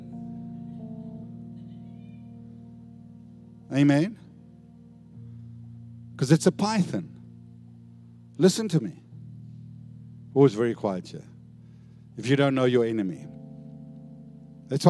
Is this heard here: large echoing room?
yes